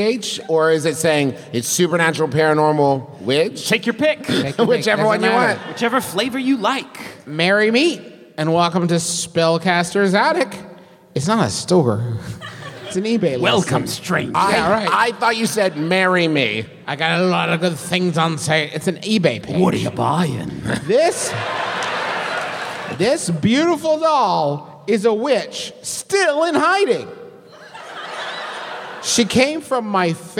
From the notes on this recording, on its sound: our big, wild live show from Atlanta